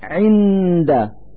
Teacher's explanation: نلفظ النون الساكنة من كلمة عند من مخرج الدال من ذات الكلمة عند، فنقول: عند، مع إظهار الغنة التي هي الدليل على وجود النون الساكنة.